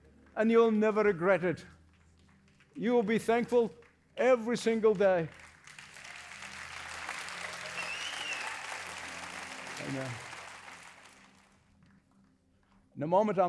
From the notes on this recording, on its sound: Hope Ireland Celebration - Dublin. Experience the excitement of a recent live evangelistic event in Dublin, Ireland.